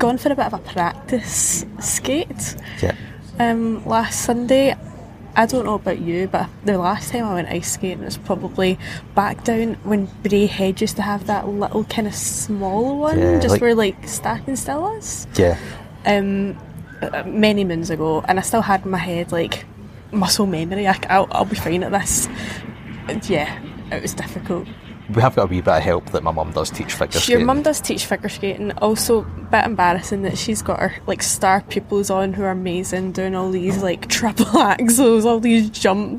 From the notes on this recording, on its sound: Half of this episode comes live from Edinburgh Airport. 1minute from 36,000 feet.